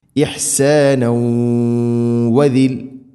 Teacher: ഇഹ്സാന ഇഹ്സാനൗ വ തൻവീന് ശേഷം വാവ് ഇദ്ഗാം ബിഗുന്ന, തൻവീനിനെ വ എന്ന അക്ഷരത്തിലേക്ക് കൂട്ടി ലയിപ്പിച്ചു മണിച്ചുകൊണ്ട് ഉച്ചരിക്കണം. ഇഹ്സാനൗ വദിൽ, ഇങ്ങനെ, ഇതാണ് ഇദ്ഗാം ബിഗുന്ന.